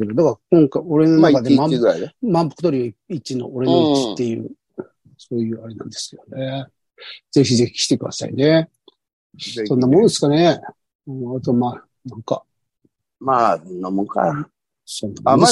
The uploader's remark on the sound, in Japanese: ZOOMで収録